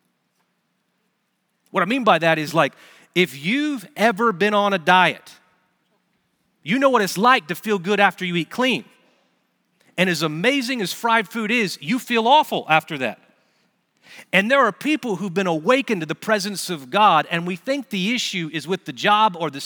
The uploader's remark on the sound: Recorded Live at Brookwood Church on 01.07.2024